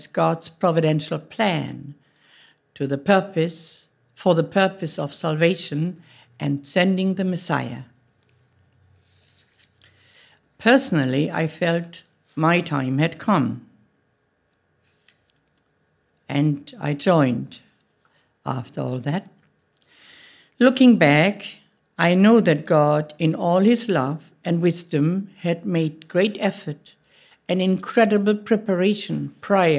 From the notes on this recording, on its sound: Audio from a sermon in Hatch End